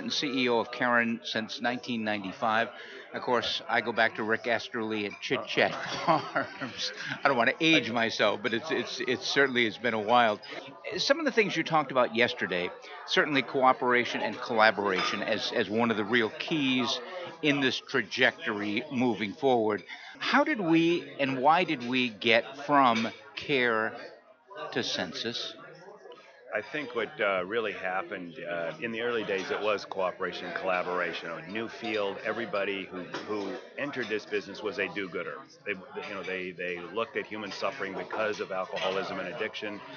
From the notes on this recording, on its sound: broadcasting from the 39th Annual NAATP Leadership Conference in Austin, Texas - May 21 - 23, 2017